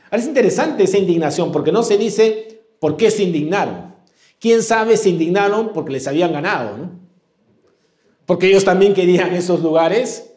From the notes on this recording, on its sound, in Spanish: presentado en vivo el domingo 9 de octubre de 2022